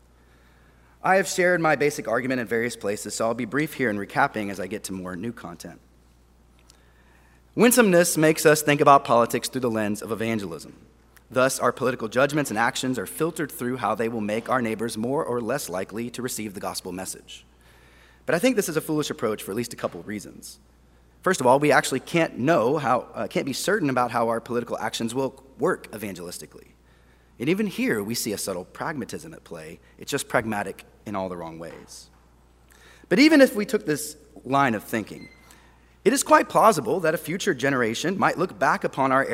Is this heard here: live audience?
yes